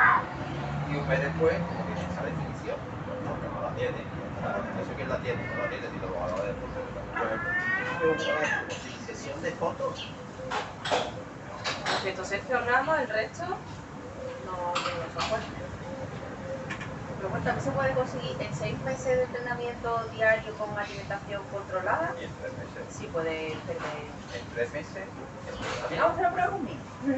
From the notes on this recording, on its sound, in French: enregistré 5 minutes de paysage sonore sur une terrasse à Malaga